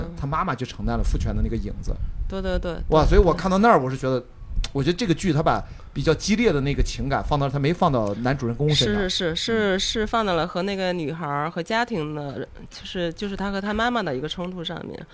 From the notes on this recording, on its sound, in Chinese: 在阿那亚海浪电影周的「锣鼓漫谈」现场